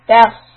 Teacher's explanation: lift the back of the tongue after I finish the sound of تاء.